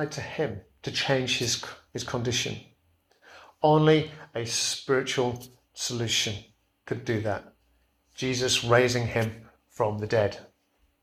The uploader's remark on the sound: Preached at Kirkby Stephen Evangelical Church